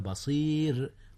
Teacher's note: رققت الراء لأن قبلها ياء وهي ساكنة